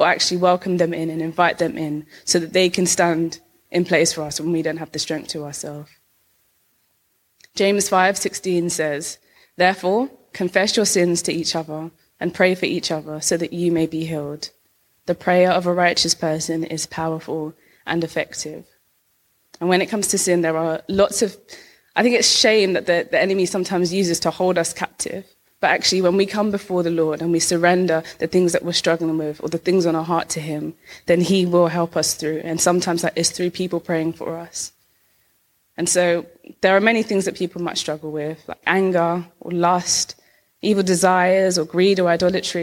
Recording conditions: large echoing room